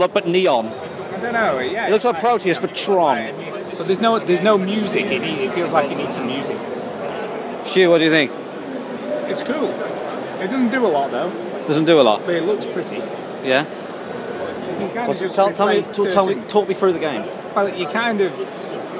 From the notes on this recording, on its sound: recorded a ton of audio of the guys on the show floor